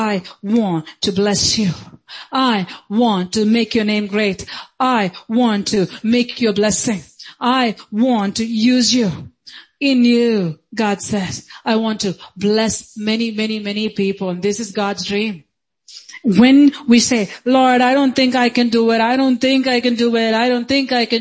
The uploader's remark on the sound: Sunday Service - 10.16.2022